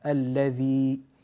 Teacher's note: بالذال وليس بالدال، نخرج اللسان هكذا